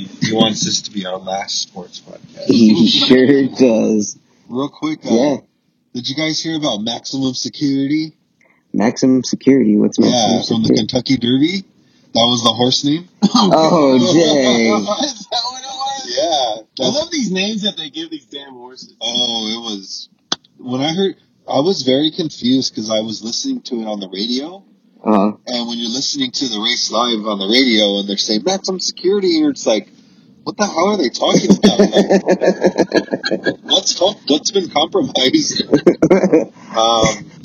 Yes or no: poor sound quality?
yes